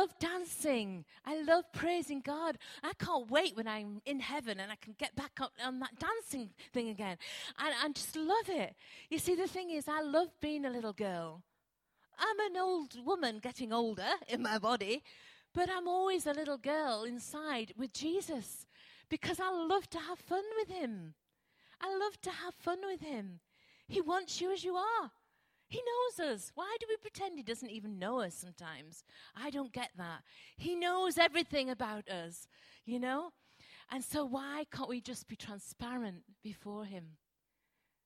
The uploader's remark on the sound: Recorded at freedomcentre church, Preston